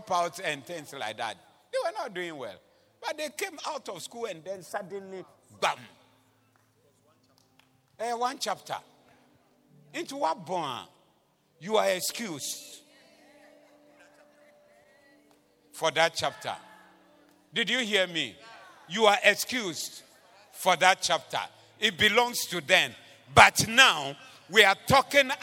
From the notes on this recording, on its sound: Preached at the Doxa Service